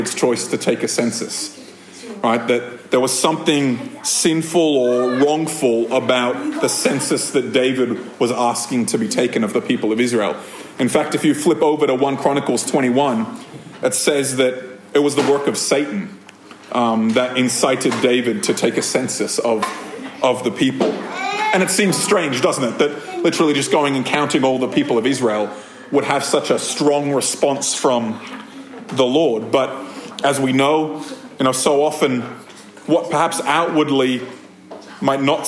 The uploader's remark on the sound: This episode of Thrive Community podcast was recorded at a Thrive Community gathering on 21st January 2023.